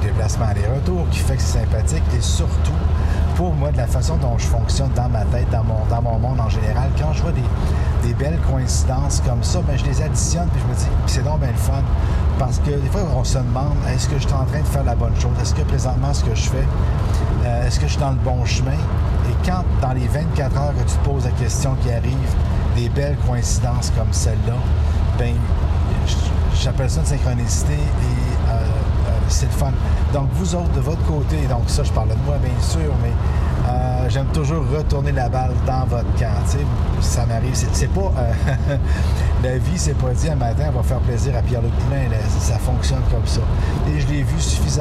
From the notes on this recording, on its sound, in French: DE L'ONTARIO (J'ÉTAIS SUR LA 417 EN DIRECTION DE MONTRÉAL, MAIS ÇA COMPTE!). Mon premier podcast enregistré en roulant! Les gouttelettes qui frappent dans le pare-brise créent un bruit de fond.